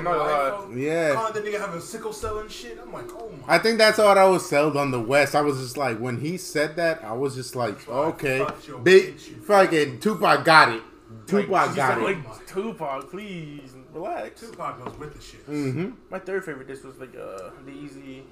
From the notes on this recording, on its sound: Editor's Note: This episode was recorded after the previous one, so there is some background noise.